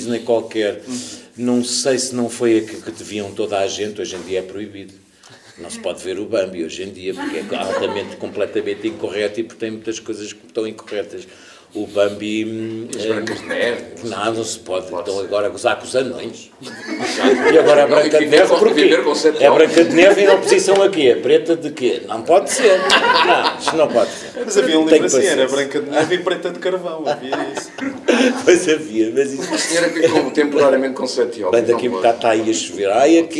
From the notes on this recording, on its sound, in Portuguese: Gravado ao vivo na Livraria Barata.